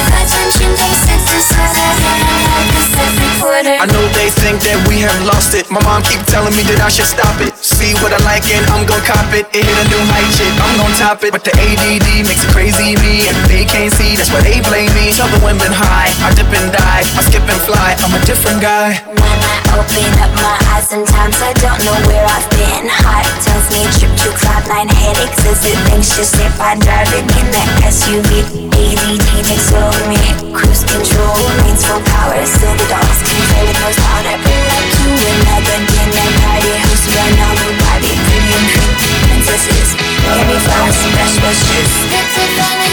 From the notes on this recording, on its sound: LIVE at House of Yes. Live set from the amazing House of Yes in Brooklyn!